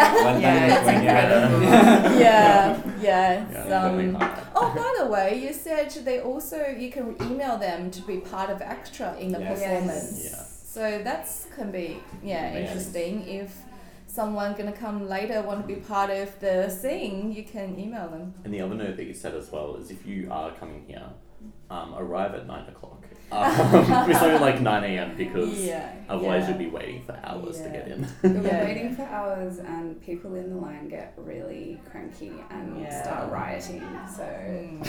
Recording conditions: sounds in the background